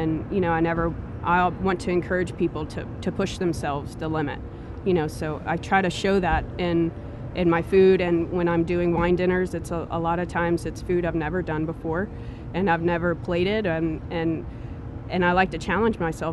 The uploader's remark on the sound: On Columbia Street in the heart of downtown Covington, you'll find Cured. Joined us in their back garden.